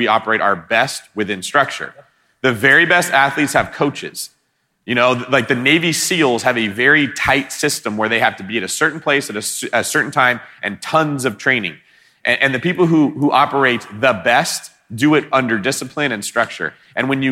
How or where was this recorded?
live audience